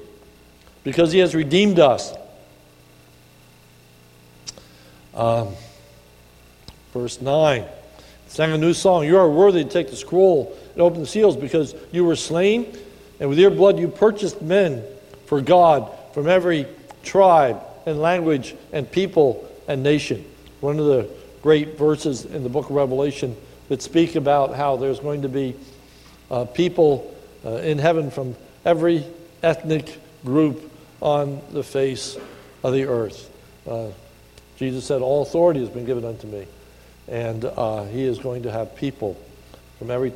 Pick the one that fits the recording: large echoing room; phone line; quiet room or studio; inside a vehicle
large echoing room